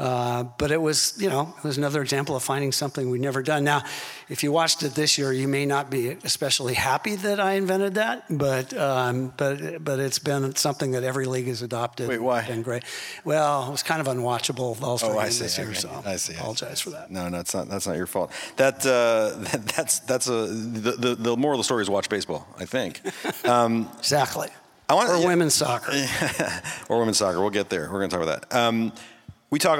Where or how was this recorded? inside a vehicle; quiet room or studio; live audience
live audience